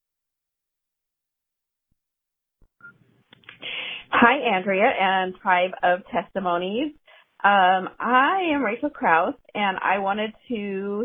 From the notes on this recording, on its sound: These women called in to share some of their experiences